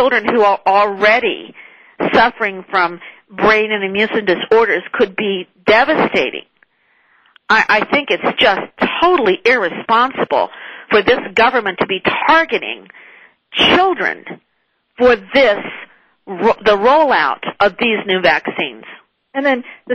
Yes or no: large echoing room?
no